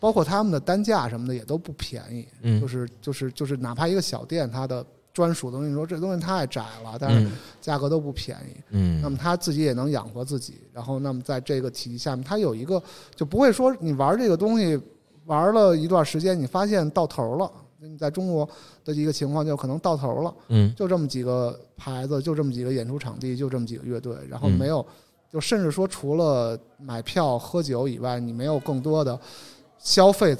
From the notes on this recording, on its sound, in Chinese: 本期是在西海之声三周年末匠美术馆活动现场录制的特别节目。感谢到场的几十名观众！